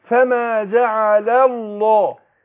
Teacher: اللام عندنا الأولانية مرققة وهتروح مفخم لام لفظ الجلالة